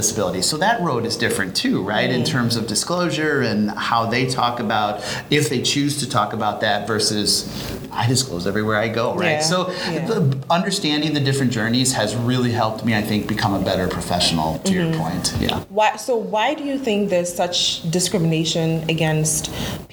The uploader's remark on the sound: live at ANTEC® 2022